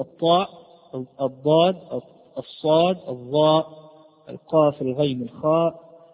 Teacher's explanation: الطاء هي الأقوى على الإطلاق، ثم الضاد، ثم الصاد، ثم الظاء، ثم القاف، ثم الغين، ثم الخاء · Term: التفخيم